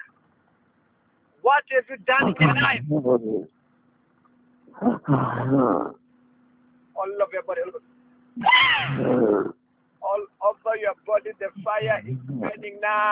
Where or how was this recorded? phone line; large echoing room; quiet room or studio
phone line